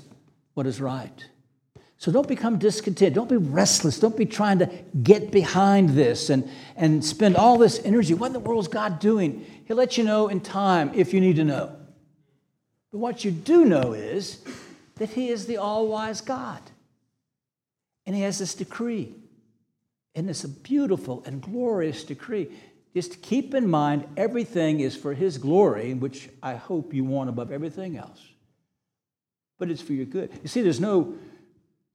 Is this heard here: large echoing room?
yes